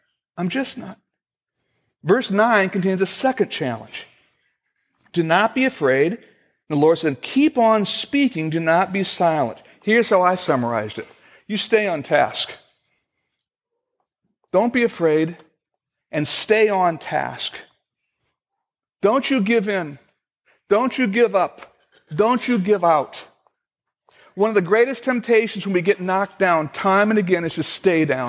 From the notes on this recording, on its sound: Originally recorded on May 10, 2015, at Fellowship Missionary Church in Fort Wayne, IN.